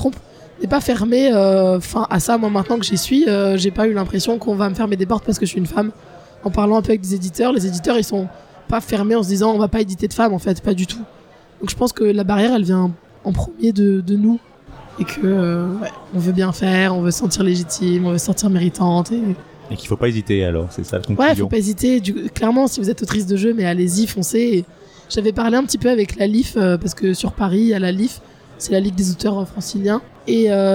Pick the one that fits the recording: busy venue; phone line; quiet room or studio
busy venue